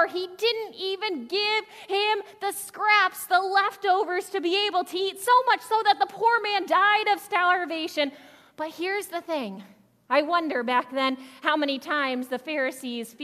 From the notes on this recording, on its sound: Audio from the second half of the 9am worship servcie. Zion United Church of Christ.